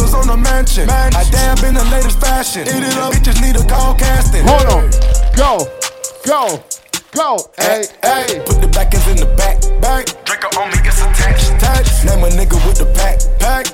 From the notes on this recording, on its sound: BALLER MONDAYS TORONTO -LIVE AUDIO.